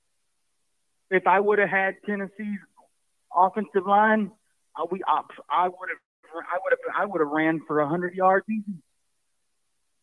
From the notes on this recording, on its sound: Postgame Call-In Show.